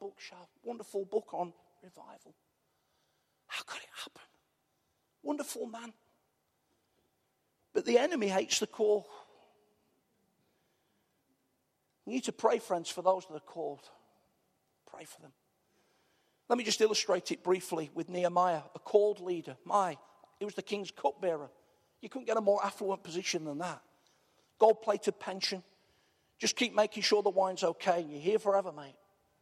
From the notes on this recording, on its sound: Arena church, Ilkeston